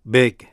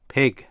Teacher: âm b tắc âm hai môi voiced và âm p tắc âm hai môi âm điếc voiceless.